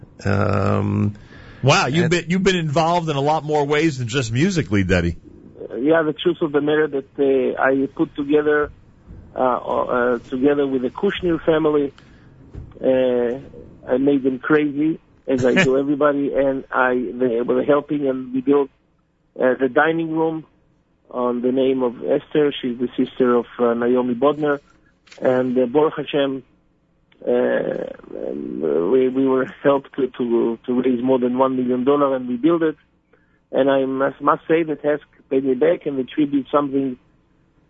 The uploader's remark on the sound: live via telephone